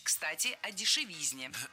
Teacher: в слове «дешевизна» ударение всегда падает на третий слог